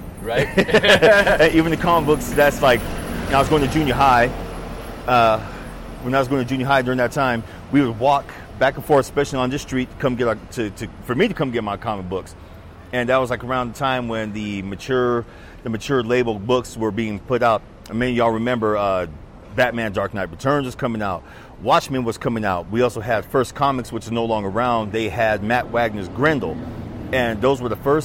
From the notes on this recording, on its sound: take the mic and wander through downtown Flagstaff